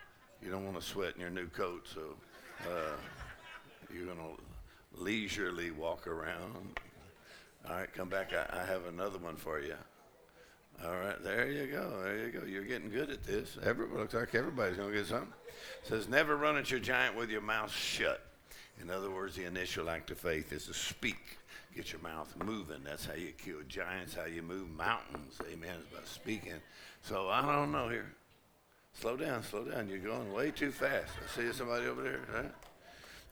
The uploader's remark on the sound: Faith and Fire Conference: Monday Night